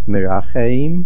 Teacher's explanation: the stress is on the ches, because that is the middle root letter.